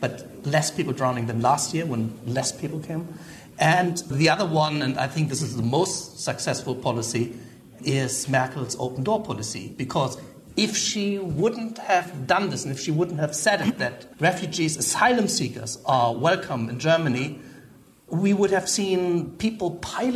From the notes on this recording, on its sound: We team up with Zocalo Public Square for a LIVE town hall event, bringing together audiences in New York and Berlin, Germany.